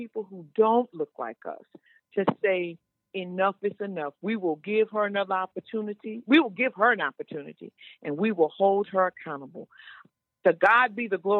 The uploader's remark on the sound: The Open Line Radio Show. Special guest on the phone.